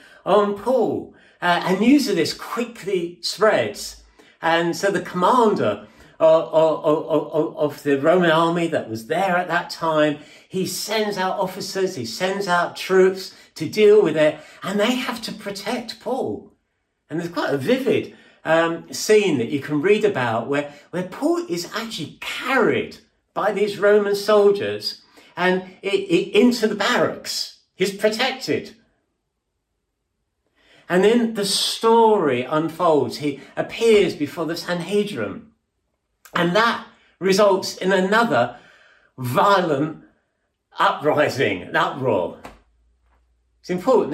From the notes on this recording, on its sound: At King's Church, Cockermouth, as an audio file.